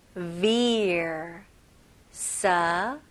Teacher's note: 여기서는 V 발음 해주셔야 돼요. 그래서 입술이 붙으면 안 되고